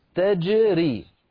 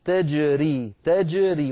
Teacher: لما تنطق كلمة تجري انتبه إلى الجيم أن تبقى ساكنة مقلقلة